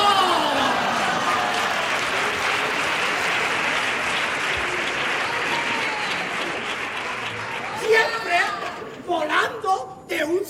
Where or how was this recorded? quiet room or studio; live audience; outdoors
live audience